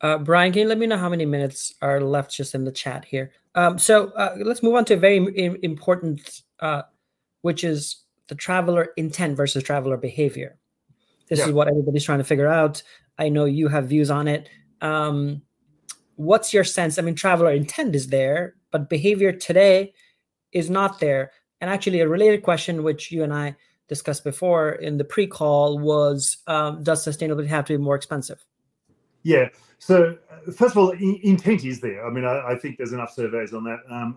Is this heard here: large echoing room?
no